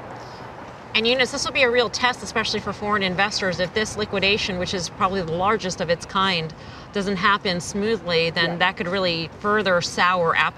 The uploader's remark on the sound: Live From Miami Beach. From the iConnections Global Alts Conference in Miami Beach.